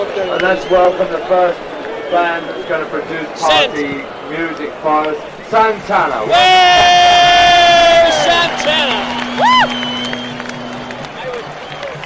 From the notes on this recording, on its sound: Recordings from the 1969 concert